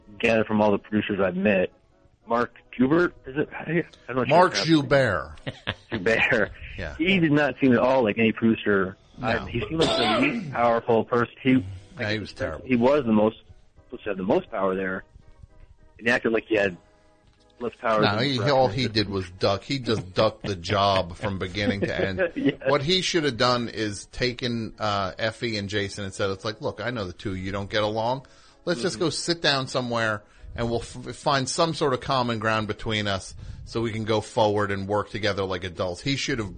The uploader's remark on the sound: Recorded immediately after the November 3rd, 2015 program. Completely unscreened phone calls moving at a rapid fire pace!